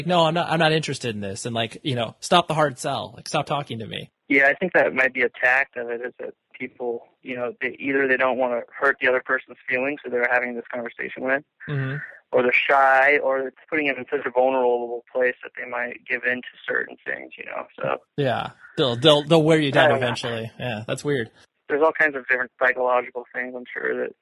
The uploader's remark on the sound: He was kind enough to hop on the phone with me while on break at school.